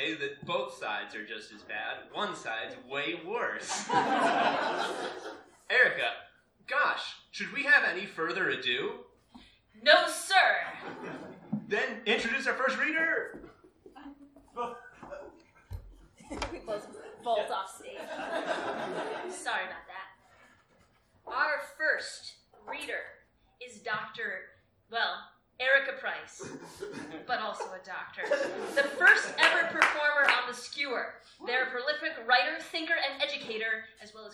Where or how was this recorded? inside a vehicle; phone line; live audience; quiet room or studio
live audience